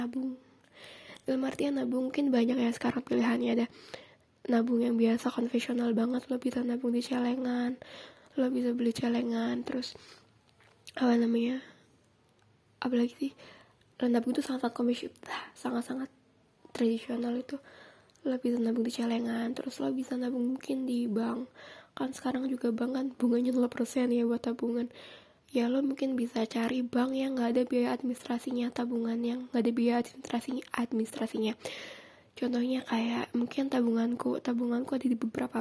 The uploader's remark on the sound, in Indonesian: suara grasa grusu di dalamnya